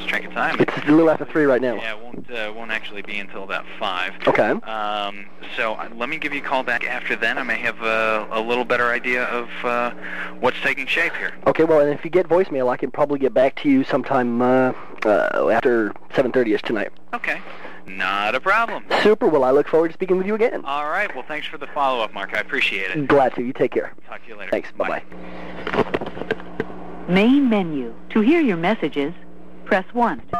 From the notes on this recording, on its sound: FOX News Radio. This podcast episode includes 16 different phone calls, made over a period of almost 3 months.